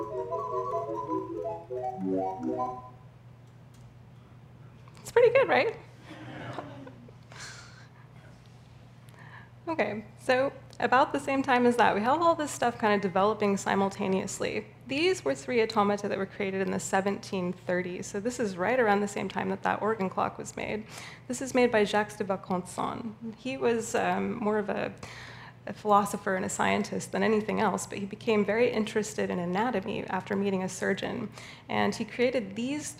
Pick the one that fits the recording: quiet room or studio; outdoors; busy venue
busy venue